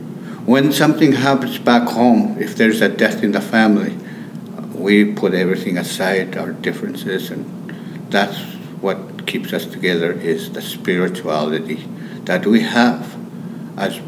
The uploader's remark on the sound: made time for an interview on The Ferment in the midst of a conference